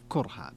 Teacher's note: وقرأ حمزة والكسائي وخلف كرها بضم الكاف. نعم، إذن قراءة أهل الكوفة بضم الكاف.